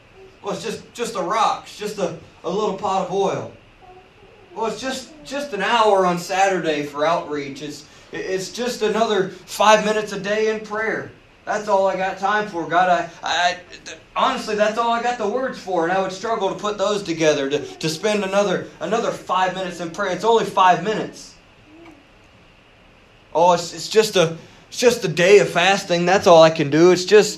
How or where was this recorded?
large echoing room